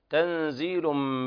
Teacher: تنزيل إخفاء حقيقي لوقوع الزاي بعد النون الساكنة، تنزيل من إدغام بغنة كامل لوقوع الميم بعد التنوين